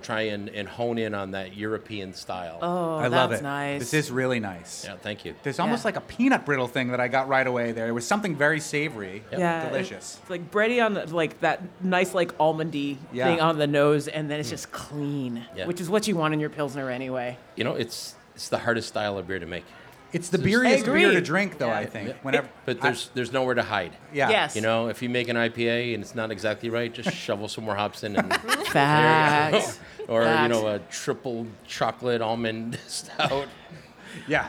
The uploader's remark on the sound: We did a whole show live from the stage at the NEPM Asparagus Festival in Hadley!